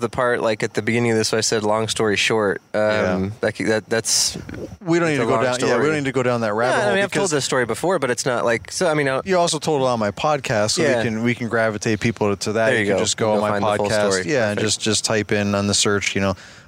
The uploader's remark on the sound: an outdoor fireside chat in Minneapolis